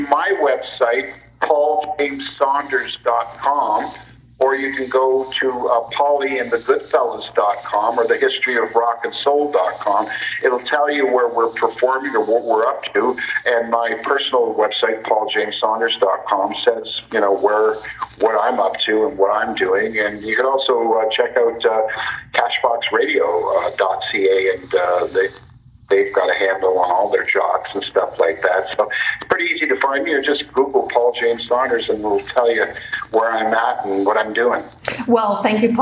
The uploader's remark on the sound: via phone